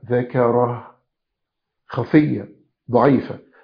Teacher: همس. والهاء كمان ضعيفة، أخفى الحروف حرف الهاء، فما ينفعش تطلع كمان شديدة